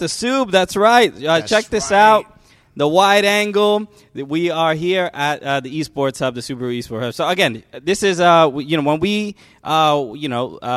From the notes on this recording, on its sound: We are coming to you live from Subaru Park today!